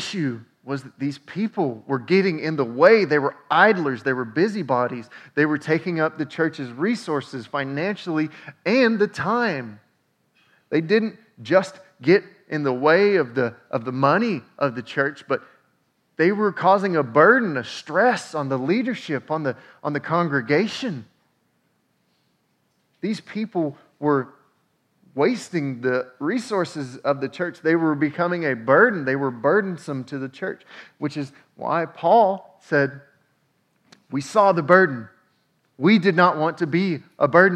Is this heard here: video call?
no